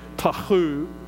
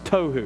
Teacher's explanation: Actually, if we were to pronounce it like the Hebrews, it would probably be Tahu, because you almost had to clear your throat to say the H there · Shown in: first take